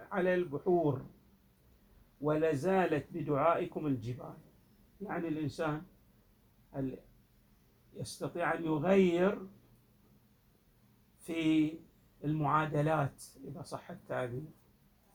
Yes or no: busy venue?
no